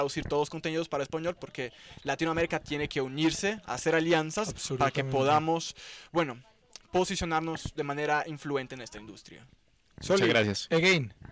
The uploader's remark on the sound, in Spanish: durante una conversación que tuvimos en el Halloweed festival en Santa Helena, Antioquia, con varios amigos